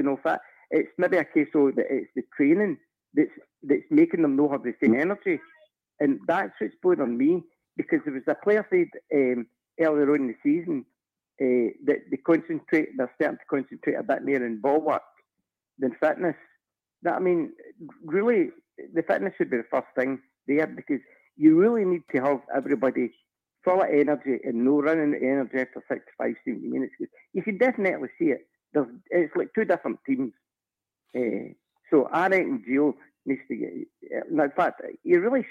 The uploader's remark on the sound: Rabble Phone.